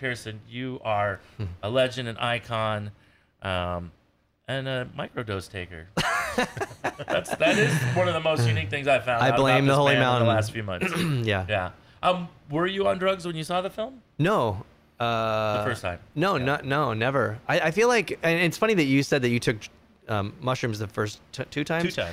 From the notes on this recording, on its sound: sit down at the Casbah San Diego